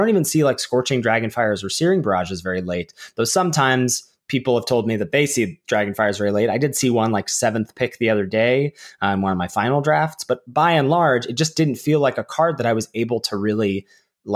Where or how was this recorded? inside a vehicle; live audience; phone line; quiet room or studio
quiet room or studio